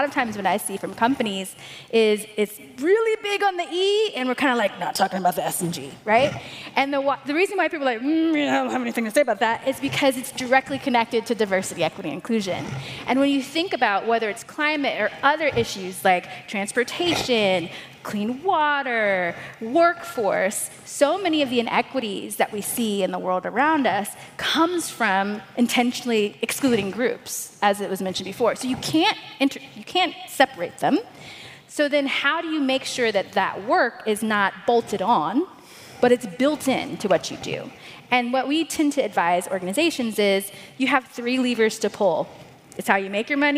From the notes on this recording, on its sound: Keynote highlights from GreenBiz 23.